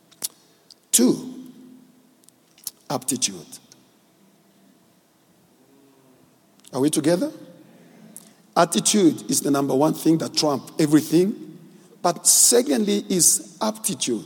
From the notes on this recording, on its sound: preached at our Annual Home Coming Conference, Word Explosion 2020, hosted at Grace Bible Church Pimville